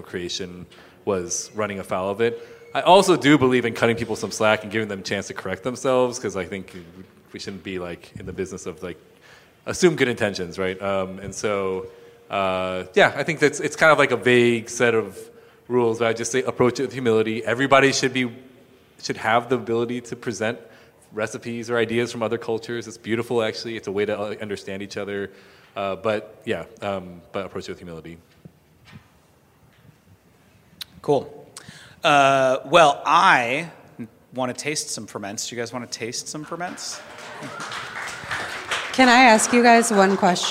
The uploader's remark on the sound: Live at Farm to People. This live recording is from March 8th.